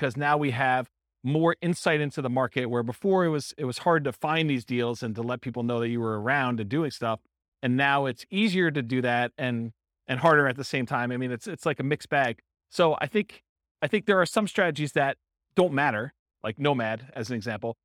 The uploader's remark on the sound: This was a live class recorded